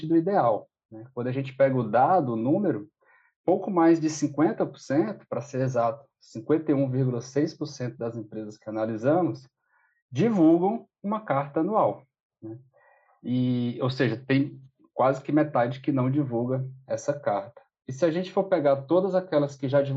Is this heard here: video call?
yes